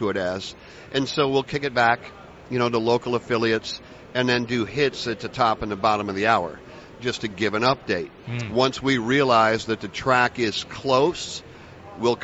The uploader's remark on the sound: joined live at the Daytona International Speedway